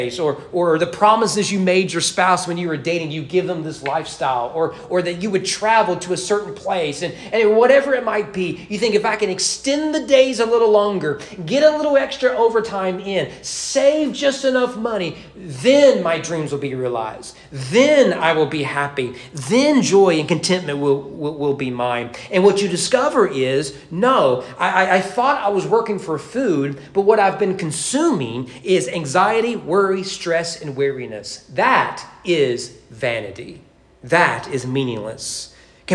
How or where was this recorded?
large echoing room